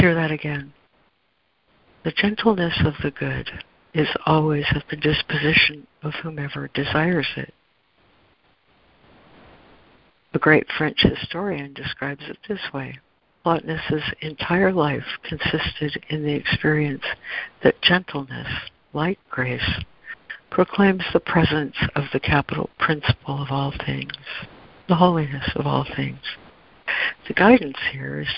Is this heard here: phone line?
yes